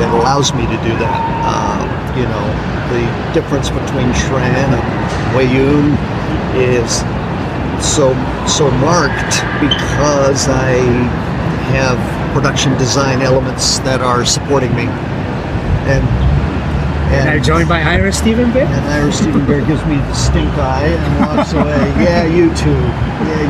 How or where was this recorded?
busy venue